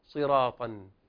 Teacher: حتى لو كانت مكسورة إلا أن تفخيمها سيبقى ظاهرا واضحا